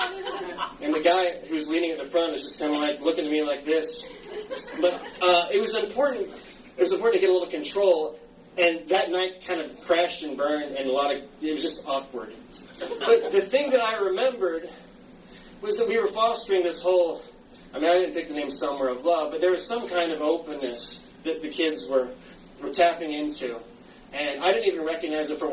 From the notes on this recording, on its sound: LIVE Storytelling. Tell this story live a few years back at Cafe Coco.